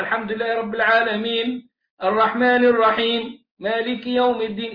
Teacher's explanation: ونراعي إنه المد العارض للسكون ممكن اثنين اثنين أو أربعة أربعة أو ستة ستة، يعني هقرأ الحمد لله رب العالمين الرحمن الرحيم مالك يوم الدين كده اثنين، أو الحمد لله رب العالمين الرحمن الرحيم كده أربعة أو ستة.